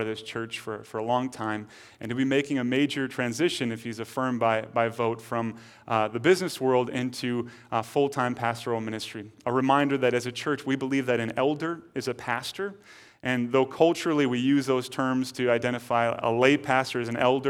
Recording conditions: large echoing room